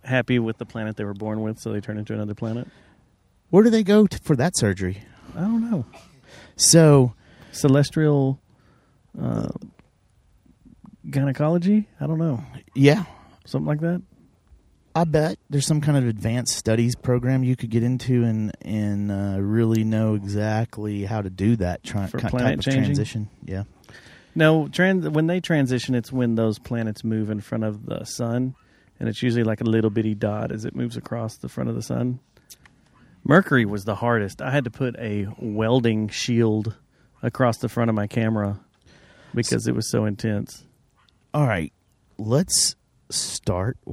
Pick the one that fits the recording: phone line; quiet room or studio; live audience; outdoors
outdoors